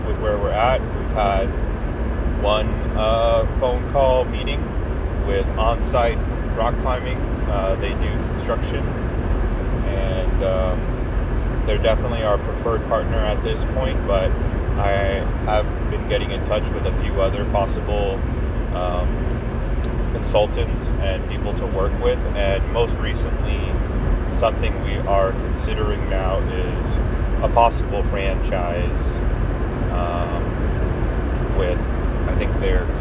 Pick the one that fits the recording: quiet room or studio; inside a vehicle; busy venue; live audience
inside a vehicle